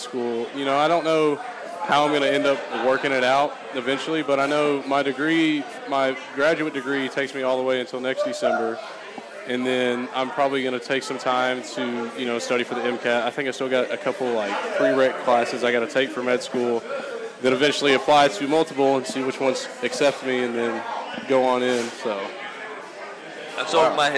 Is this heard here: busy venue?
yes